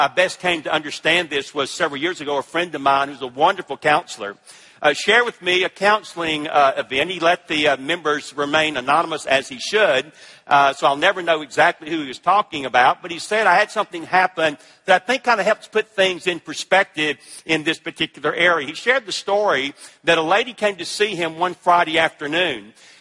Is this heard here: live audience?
yes